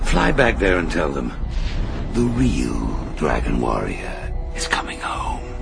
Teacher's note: 后面一下又把声音压低了，特别特别低。他整个声音是自带一种烟酒嗓的沙哑，有点那种威胁。威胁，威胁的感觉。所以我们平时跟人说话肯定不能这么说，这么说话太慎重了啊。我们来一遍感受一下。Fly back there and tell them the real dragon warrior is